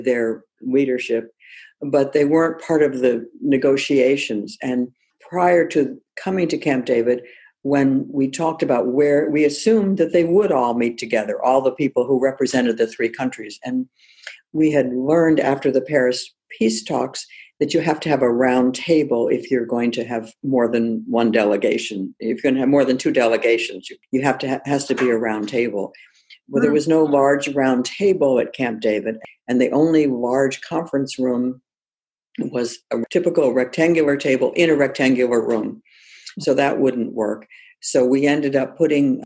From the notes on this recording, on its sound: From an oral history interview. Via zoom.